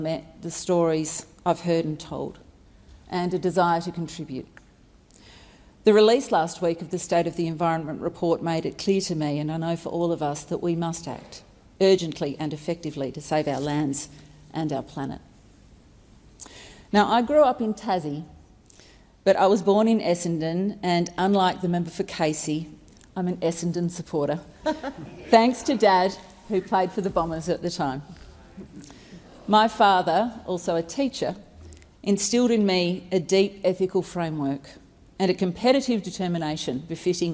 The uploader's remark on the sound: Recording took place in the House of Representatives on July 26, 2022.